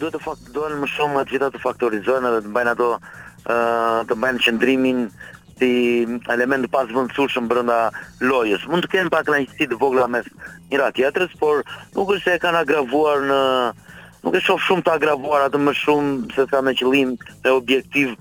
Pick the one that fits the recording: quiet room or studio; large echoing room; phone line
phone line